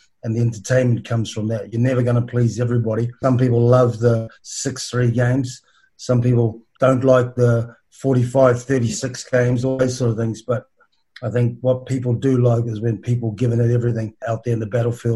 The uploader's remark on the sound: sits down (virtually)